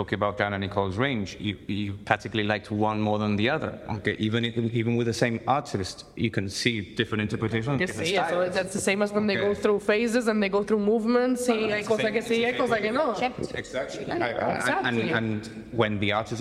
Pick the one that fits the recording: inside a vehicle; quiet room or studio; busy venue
busy venue